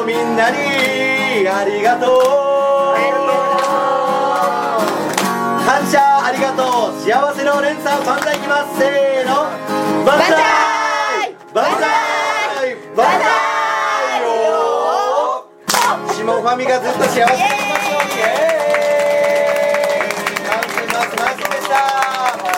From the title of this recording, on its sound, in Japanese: 弾き語りライブ